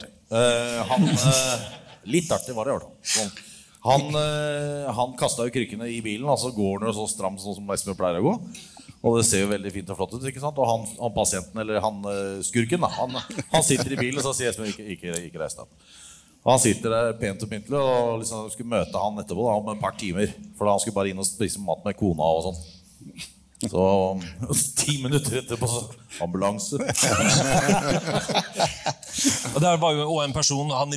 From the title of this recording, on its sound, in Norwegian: Påskeshow Live fra Rockefeller